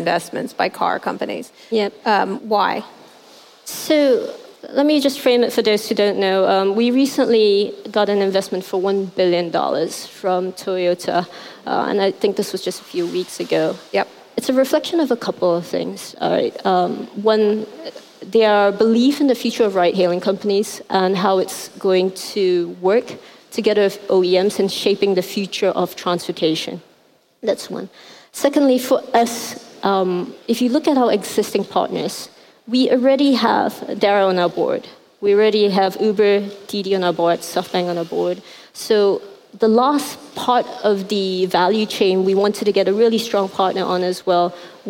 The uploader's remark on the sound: at the 2018 Rise conference in Hong Kong